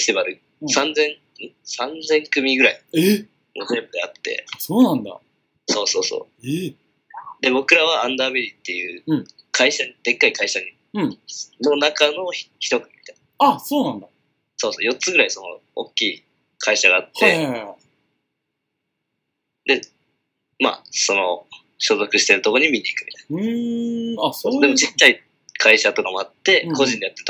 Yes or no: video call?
yes